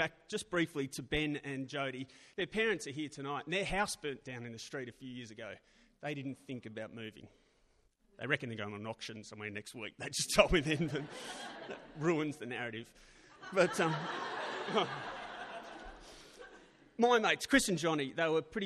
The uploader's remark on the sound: Recorded live at Belconnen Arts Centre, Canberra. 666 ABC Canberra.